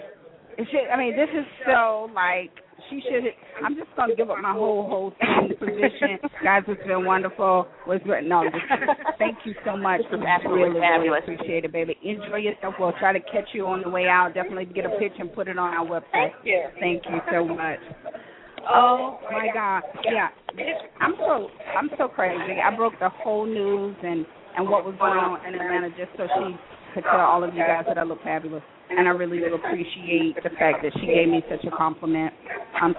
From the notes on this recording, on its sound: The Annual Black Gay Pride Fest in Atlanta is the largest in the U.S. Live remote broadcast with celebrity interviews, event promoters and party goers live at various events in the city.